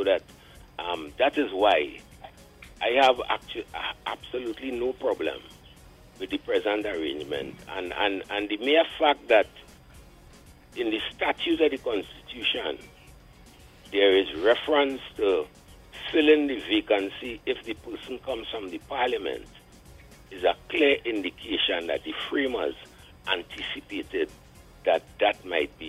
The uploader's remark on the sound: During this hour we take calls from our audience